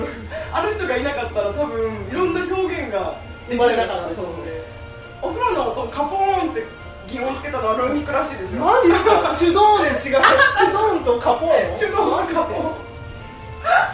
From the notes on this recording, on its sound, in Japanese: カラオケでの録音につきお聞き苦しいところがございますが何卒ご容赦ください